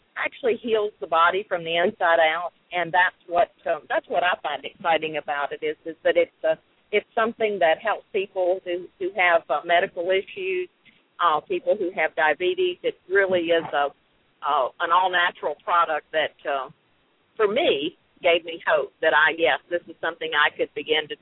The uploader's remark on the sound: LML uses a progressive live call in format.